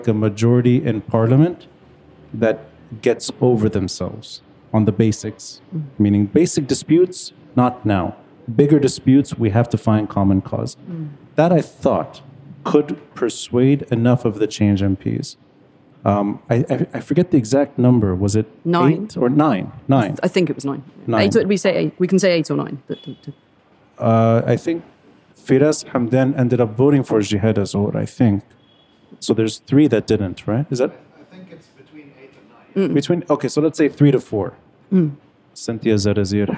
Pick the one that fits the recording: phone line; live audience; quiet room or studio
live audience